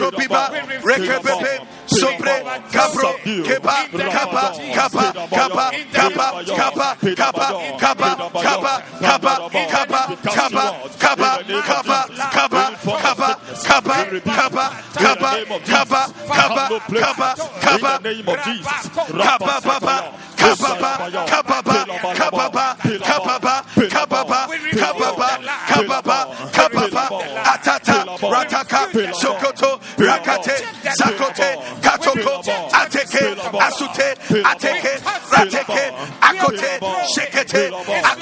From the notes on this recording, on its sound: Preached at the Zeloo Service